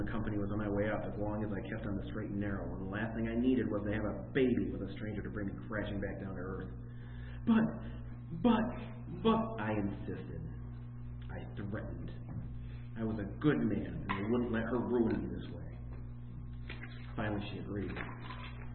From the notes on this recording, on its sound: In which I read my holiday themed horror short story A Good Man during a live event.